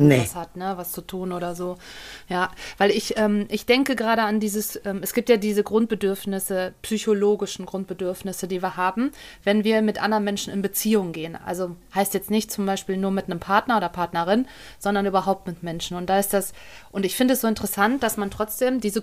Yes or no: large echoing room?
no